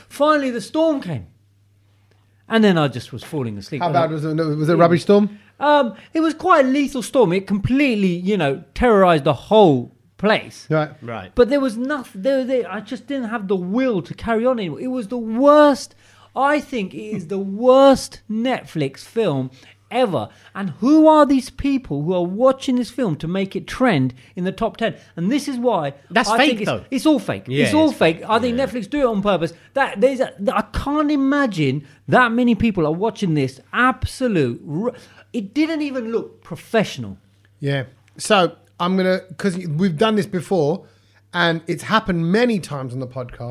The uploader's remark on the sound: Change of venue for the podcast recording today - we’ve been relegated to the garage at my house